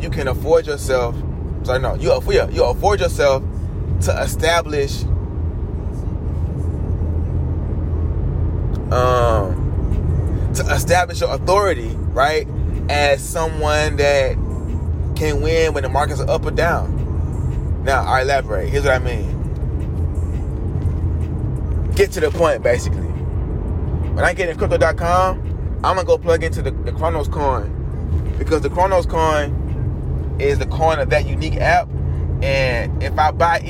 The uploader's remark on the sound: podcasting while driving